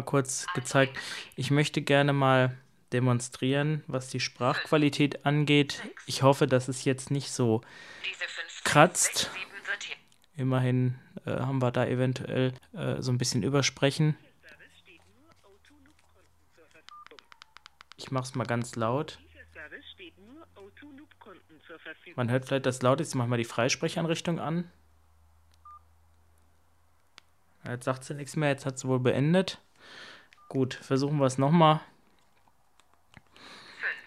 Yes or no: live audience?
no